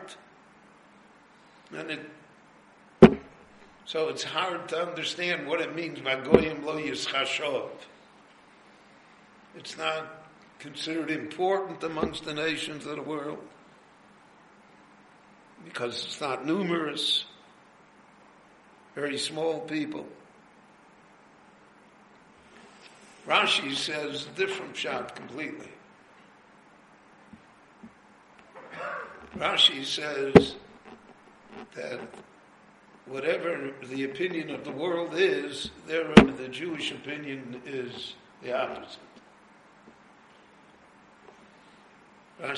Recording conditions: live audience